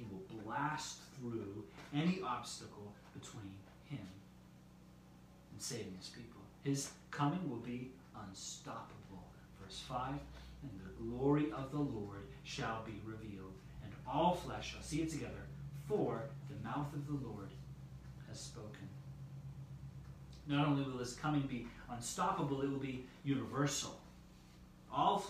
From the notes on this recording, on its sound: Due to a power outage at the church meetinghouse, we did not gather this week.